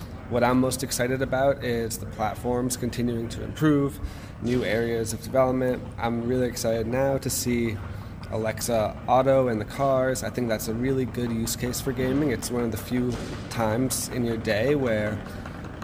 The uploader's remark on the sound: Was at the Project Voice conference in Chattanooga Tennessee. Project Voice Conference - Interviews #3.